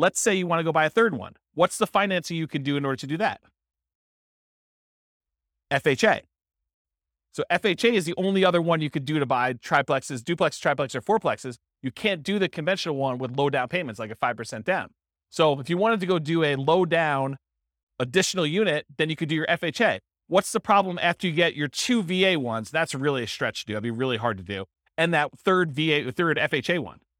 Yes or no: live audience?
yes